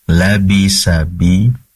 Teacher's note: Pastikan situ ada ba pertama pendek, labisabi, kemudian berikutnya panjang dua harokat karena matobi'i.